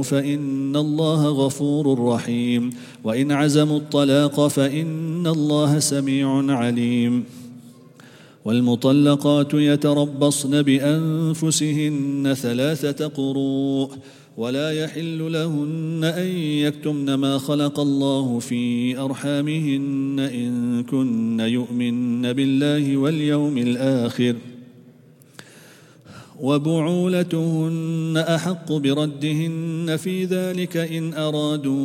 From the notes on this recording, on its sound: Quraan Recitation Morning 2. At the Houghton Masjid (West Street).